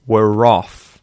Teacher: This is a really cool thing in Australian pronunciation where that linking R comes into effect. So it's a long vowel in the word were.